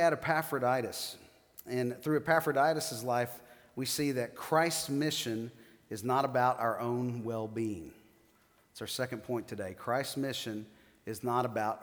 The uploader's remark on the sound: 7th message of the "Philippians" sermon series at The Fellowship. Recorded live on September 15, 2019.